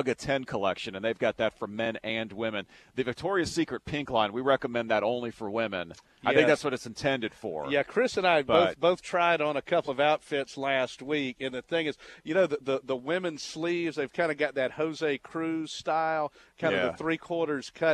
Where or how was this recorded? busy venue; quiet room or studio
busy venue